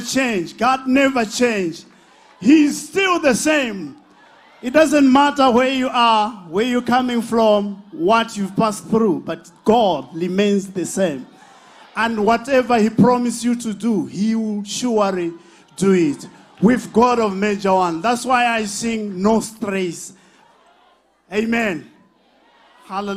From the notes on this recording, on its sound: DIPLOMATIC SERVICE LIVE | ECG CHURCH